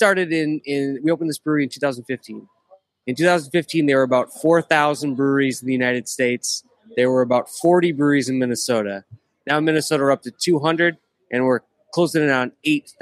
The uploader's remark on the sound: Climbing The Pocket’s Vikings Happy Hour will be doing their first live on-site broadcast from Lake Monster Brewery.